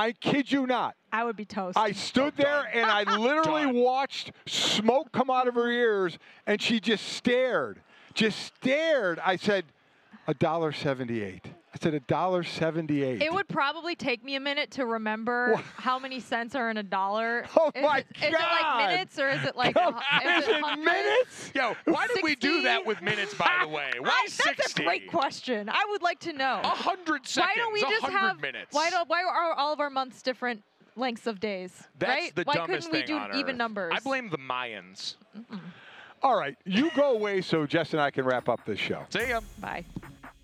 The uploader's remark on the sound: From Radio Row in Arizona.